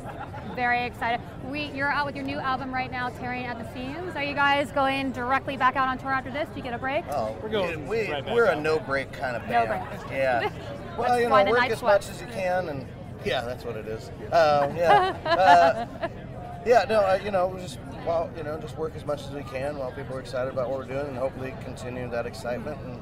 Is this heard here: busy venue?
yes